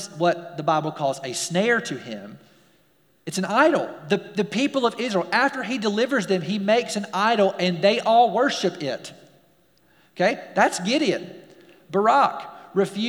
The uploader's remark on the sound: We're glad to share our service audio.